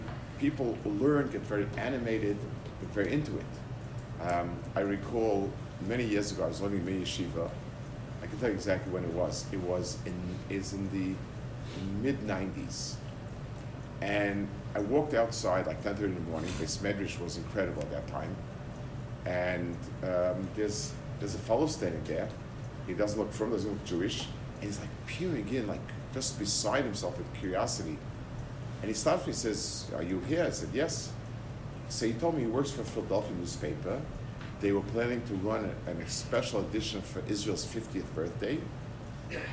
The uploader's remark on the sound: Delivered 2/12/22 at Katz Yeshiva High School of South Florida